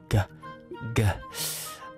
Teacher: It is a drawing of a human mouth, showing how the back of the tongue blocks the throat to make the sound g